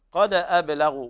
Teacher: القلقلة تقرب إلى الفتح، حيث قال بعض علمائنا رحمهم الله: وقلقلة قرب إلى الفتح مطلقا ولا تتبع عنها بالذي قبل تجملا.